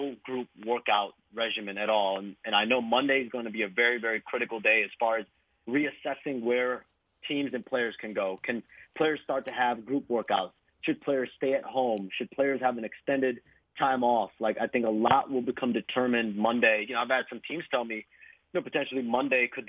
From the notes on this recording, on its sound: joined via phone